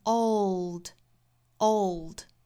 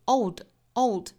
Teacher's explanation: o 这个元音我们可以稍微拖长一点，在后面摆出舌侧音的舌位 · Shown in: first take · ，舌尖呢是去抵上齿音，舌中部呢其实是往下压的。